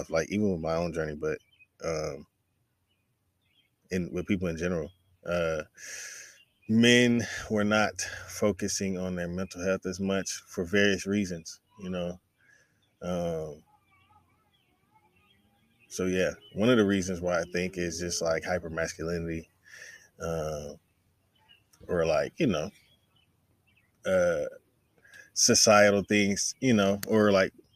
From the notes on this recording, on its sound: brings me outside again on Instagram Live